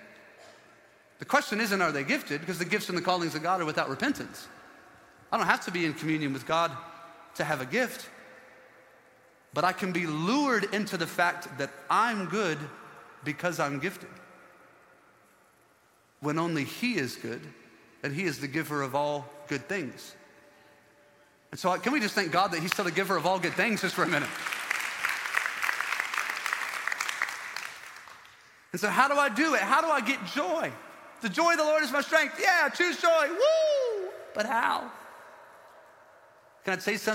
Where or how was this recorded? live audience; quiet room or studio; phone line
live audience